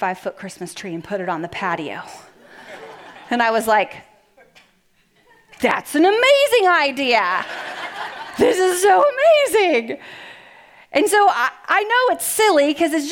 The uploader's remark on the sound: Message delivered at the Benicia campus